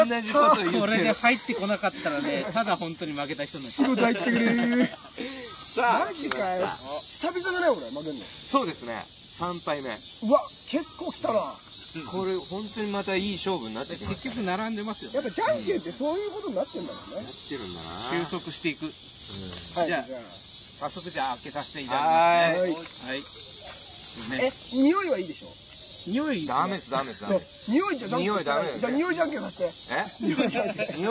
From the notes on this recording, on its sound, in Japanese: 渋谷の隠れた良い公園にて収録しています。